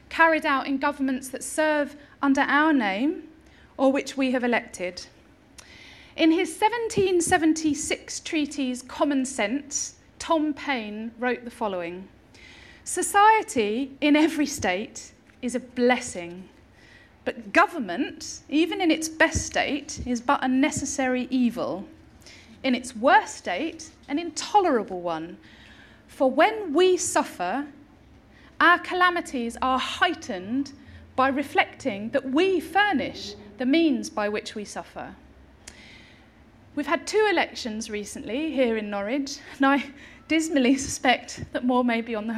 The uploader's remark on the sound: delivered this year's Harriet Martineau Lecture at the Norfolk & Norwich Festival